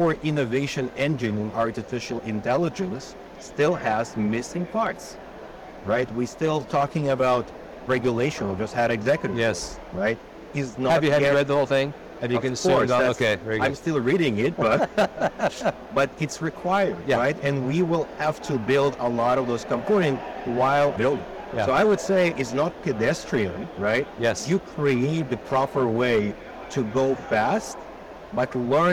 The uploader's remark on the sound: Interview in Action live from CHIME